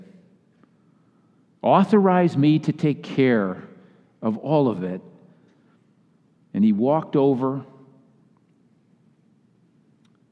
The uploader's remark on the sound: Message delivered during the Classis Worship service.